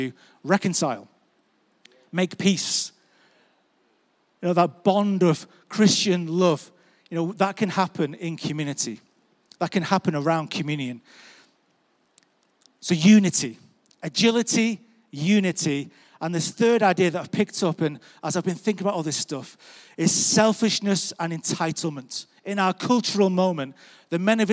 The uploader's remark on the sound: Recorded live at Life Church Lancashire 20th February 2021.